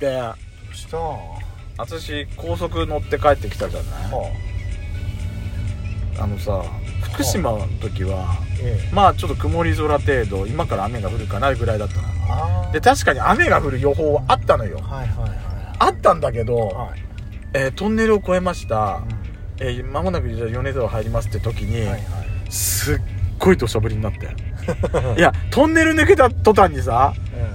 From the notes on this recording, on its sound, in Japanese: ドスドライブ収録 #ロードノイズゴメンね